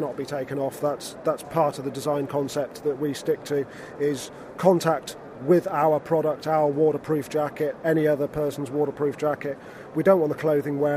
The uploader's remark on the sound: Friedrichshafen Outdoor Show. Recorded at the 2012 Outdoor Show in Friedrichshafen. An overheard conversation in the press room.